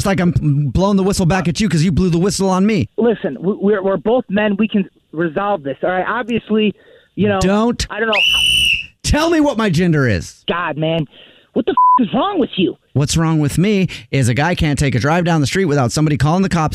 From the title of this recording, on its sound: Phone Prank